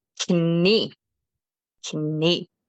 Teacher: En tussen het bovenbeen en het onderbeen is jouw knie. So contrary to English, we do pronounce the K when it is in front of an N